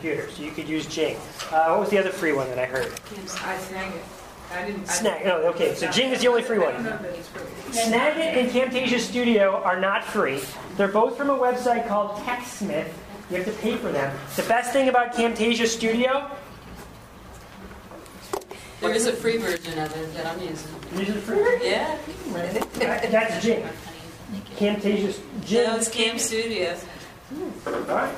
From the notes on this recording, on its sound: Recording of a live event from the Techknowledgy 2010 Conference in Richmond, Virginia. At that conference I presented a session called Alternative Professional Development.